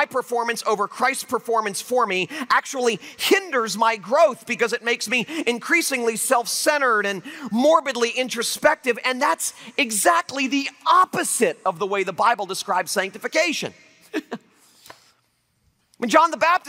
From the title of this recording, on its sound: Liberty University Convocation, 2012